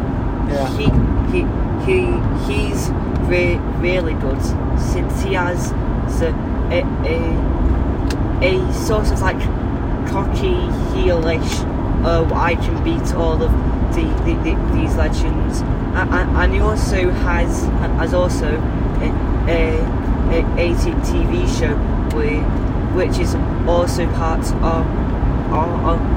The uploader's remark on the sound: Recorded in the car, the sound may not be the best.